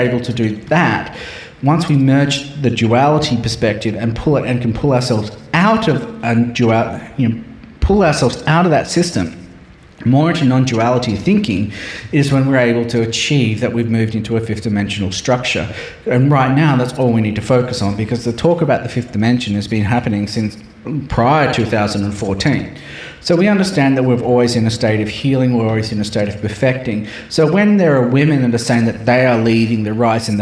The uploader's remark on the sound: Presented at the Mind Body Spirit Festival in Brisbane, Queensland, Australia and shared the Heart Activation Music on the main stage and a live sound healing session.